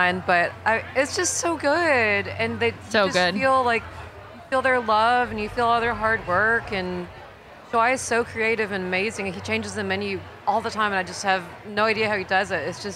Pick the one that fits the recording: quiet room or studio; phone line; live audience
live audience